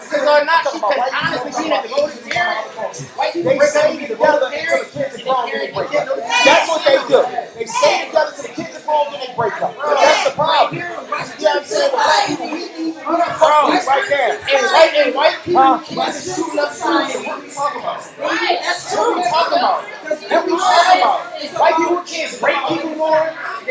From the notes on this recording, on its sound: Please forgive this Episode’s audio